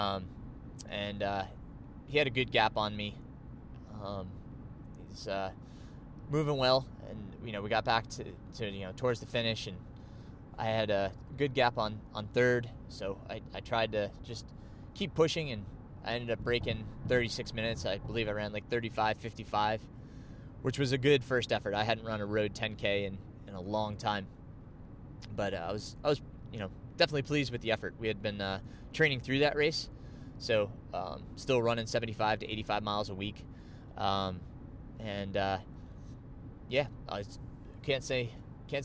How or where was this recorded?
inside a vehicle